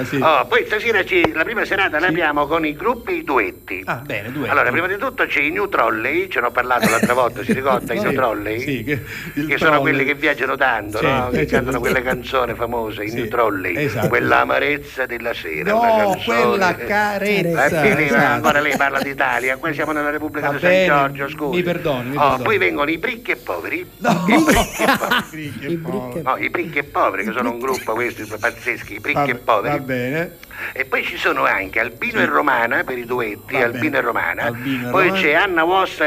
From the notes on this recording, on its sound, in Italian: ci da al telefono alcune anticipazioni